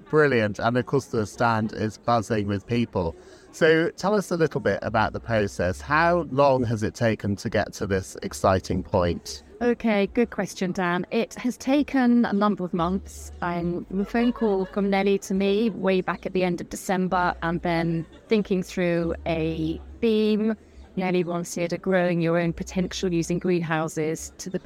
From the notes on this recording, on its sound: Join us for our first-ever outside broadcast from the RHS Chelsea Flower Show 2023.